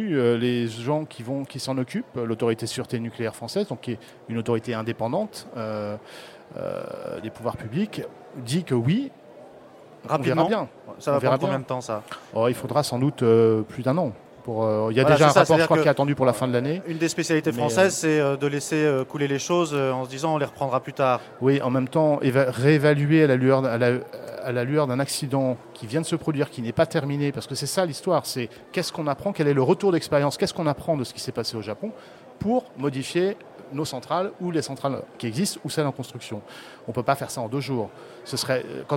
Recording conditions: busy venue